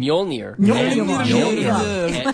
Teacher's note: There's a soft J in there, which makes the y sound.